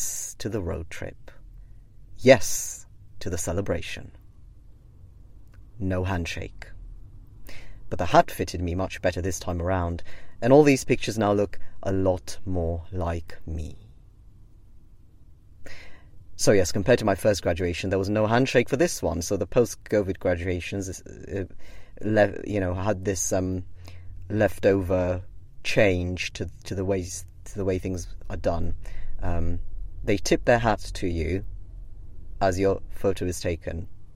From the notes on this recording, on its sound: Live from a sweaty rental car on the first unofficial day of summer in Cambridge.